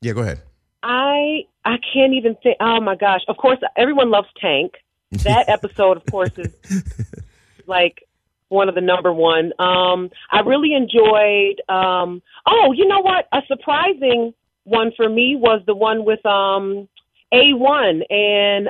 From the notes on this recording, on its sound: This week we get all of our Socialites involved as we take in live callers!